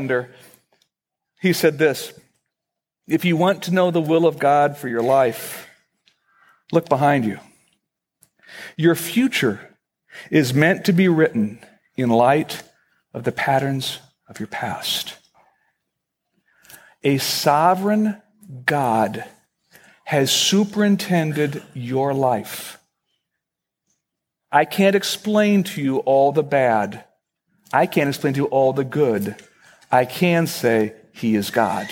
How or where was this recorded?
large echoing room